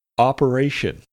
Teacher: accent should be put on the third syllable, re